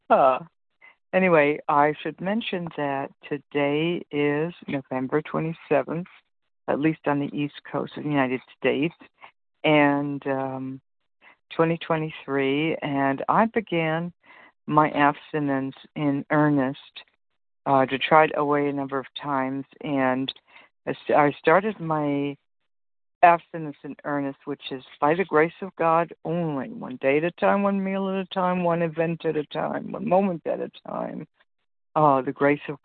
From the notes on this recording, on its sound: 100 Pounders Phone Meeting